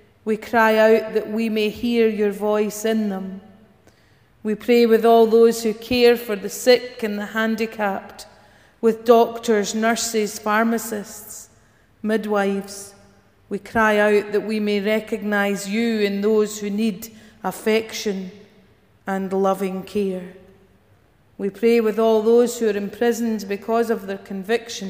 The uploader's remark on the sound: Morning worship recorded at GSPC.